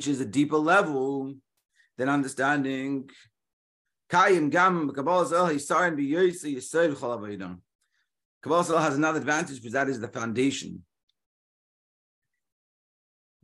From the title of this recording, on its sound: Daily Zoom Shiur